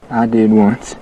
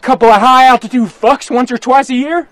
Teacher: Listen to the vowel in one and once, how it's all the way back in his mouth.